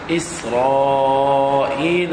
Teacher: إسرائيل هذا مد واجب متصل. إسرائيل أقل أربع حركات، هذا أقل شيء